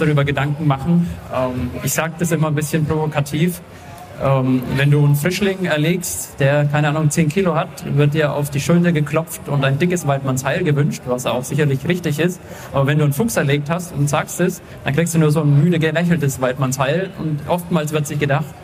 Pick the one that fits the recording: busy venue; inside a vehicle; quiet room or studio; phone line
busy venue